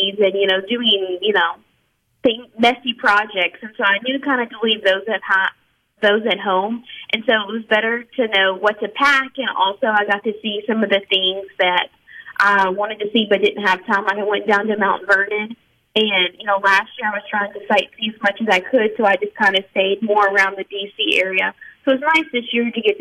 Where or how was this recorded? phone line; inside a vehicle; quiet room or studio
phone line